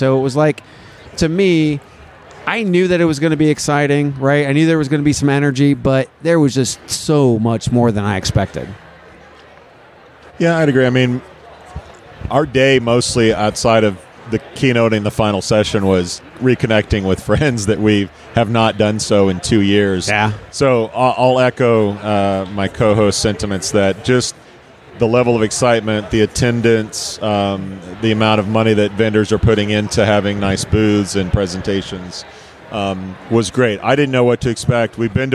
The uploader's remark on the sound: I caught up with them afterwards on the expo floor